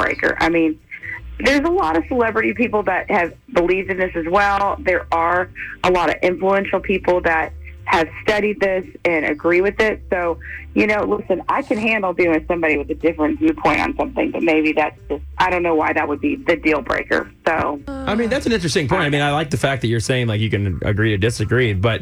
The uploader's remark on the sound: gets on the phone